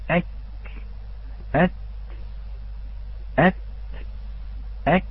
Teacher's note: الكاف والتاء لهما صوتان، صوت ذاته وهو آني، وصوت همسه وهو زماني · Term: الشديد المهموس